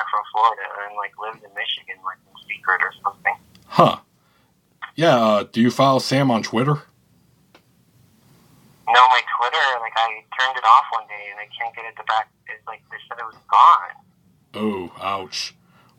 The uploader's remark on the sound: Recorded via phone. In Grand Rapids, Michigan and Las Vegas.